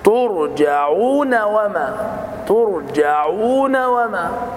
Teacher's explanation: مددنا الواو مدا طبيعيا · Term: مد طبيعي